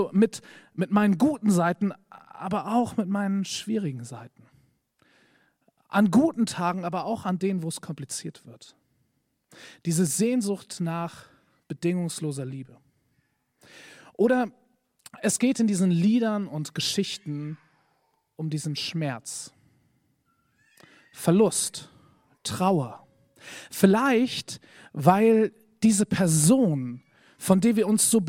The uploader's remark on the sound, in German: Predigt im Rahmen des GreifBar+ Gottesdienstes